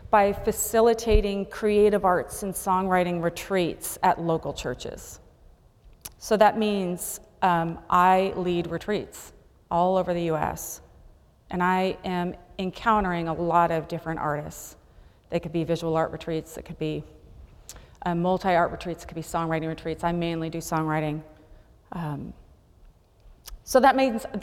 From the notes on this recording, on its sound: Presented by Asbury Seminary Kentucky Chapel, recorded on Wednesday, March 22, 2023 at Asbury Theological Seminary's Kentucky campus.